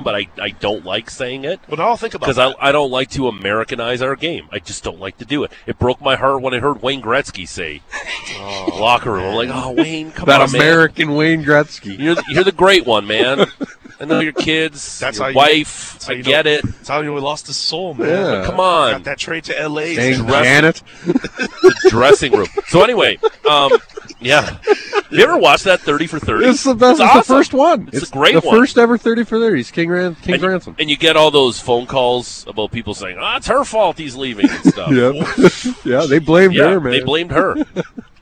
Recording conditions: outdoors